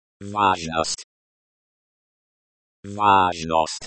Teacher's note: Stress on the first syllable. Zh, as in, aja.